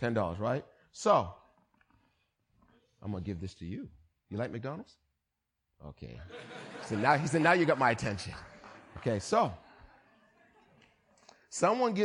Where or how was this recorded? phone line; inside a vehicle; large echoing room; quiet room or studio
large echoing room